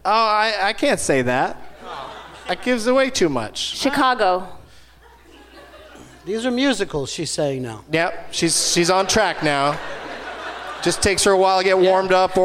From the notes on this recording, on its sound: Live from the Gramercy Theatre in New York City